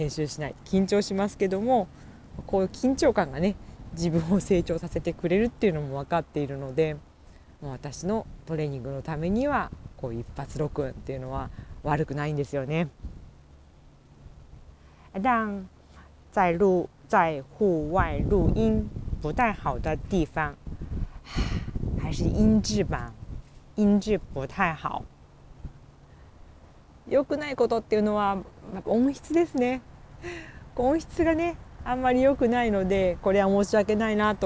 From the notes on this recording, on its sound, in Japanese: 無編集。ため息、雑音多め、なにとぞお許しください！